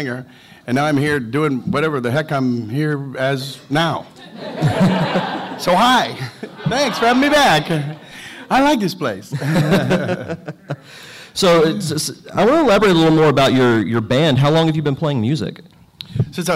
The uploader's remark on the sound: Panel From Pensacon 2016